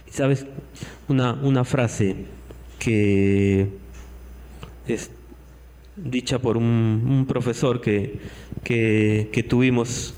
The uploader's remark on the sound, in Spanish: Este podcast es la retransmisión de la reunión de iCafe de cada domingo